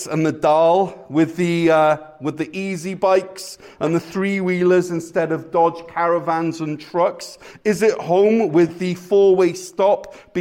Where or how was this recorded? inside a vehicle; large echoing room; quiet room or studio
large echoing room